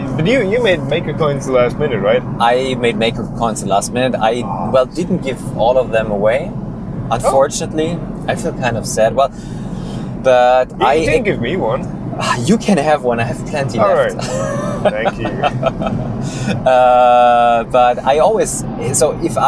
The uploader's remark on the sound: MRRF2019 Recap! (recorded while driving back).